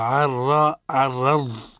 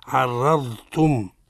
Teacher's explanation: في لفظ عرضتم العين مرققة عرا والراء مفخمة والضاد طبعا مفخم. قولوا عرا عرض يسمع له صوت الرخاوة عرضتم. · انتبهوا جيدا أولا في لفظ عرضتم العين مرققة عرا والراء مفخمة والضاد طبعا مفخم. قولوا عرا عرض يسمع له صوت الرخاوة